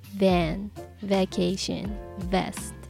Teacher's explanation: F と同じように上の歯で下唇をちょっと噛みながら音を出すっていうのが V、V の音です